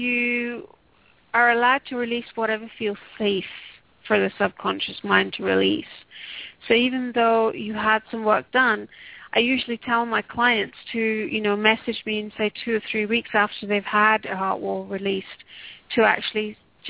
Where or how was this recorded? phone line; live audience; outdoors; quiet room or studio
phone line